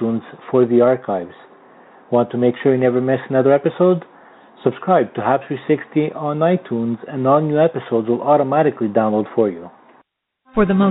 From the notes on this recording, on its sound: we take your phone calls